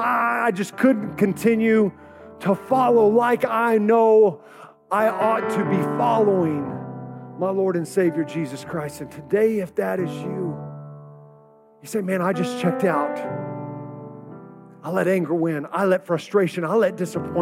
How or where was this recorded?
large echoing room